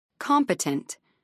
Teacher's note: 3 syllables, main stress on the first syllable.